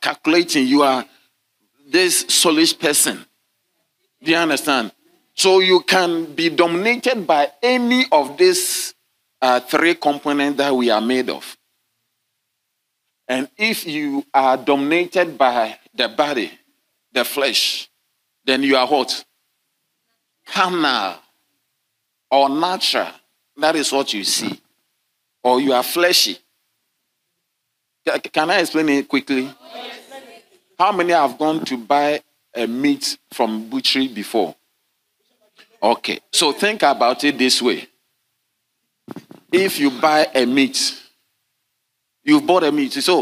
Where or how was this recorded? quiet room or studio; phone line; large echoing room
large echoing room